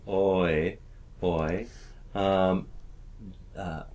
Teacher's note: And so if we did that sort of literally, oi, oi, I think many people have a little bit of frustration with that because their personal realization of the o sound is quite quite open